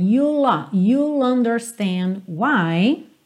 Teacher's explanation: essa contração do you com will, you, e já junta no o do understand